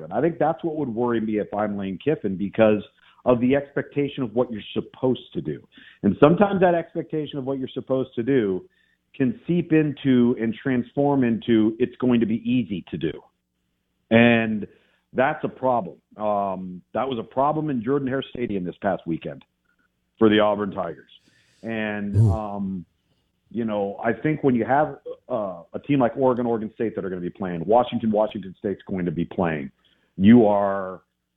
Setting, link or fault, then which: link, phone line